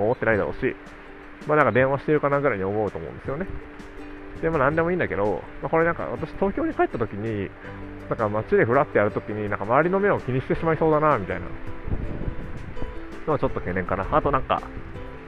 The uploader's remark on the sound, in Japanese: カッパドキアで雨の中彷徨いながら収録。